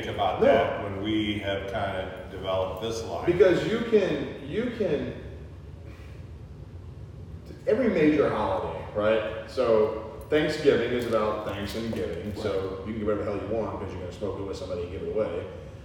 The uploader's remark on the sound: Please mind the open air echo